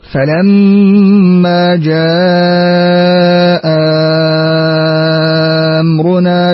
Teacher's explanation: نعطف قنبل أيضا بالتوسط وإبدال الهمزة الثانية حرف مد مشبع